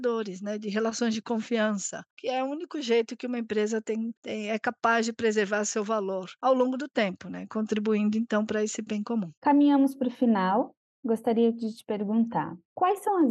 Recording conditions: video call